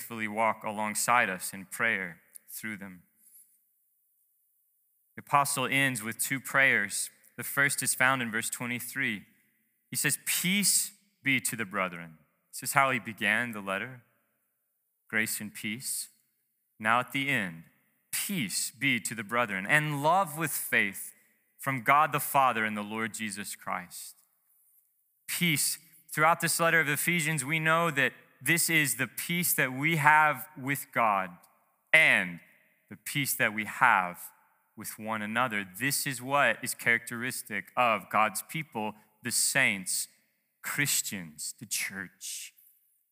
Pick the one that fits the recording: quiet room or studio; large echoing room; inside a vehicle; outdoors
large echoing room